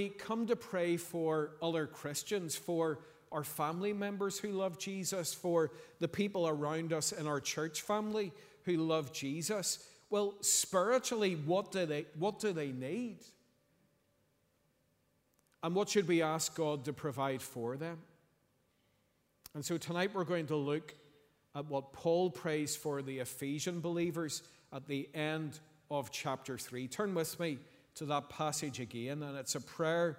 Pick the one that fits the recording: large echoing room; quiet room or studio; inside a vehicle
large echoing room